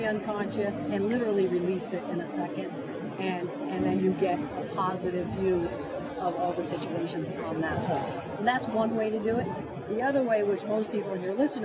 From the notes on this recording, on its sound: Live From the Floor of the PGA Merchandise Show.